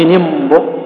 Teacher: إن امرؤ نفس الشيء، في حالة الابتداء نقول امرؤ امرؤ امرؤ في حالة درج القراءة نقول إن امرؤ تسقط الهمزة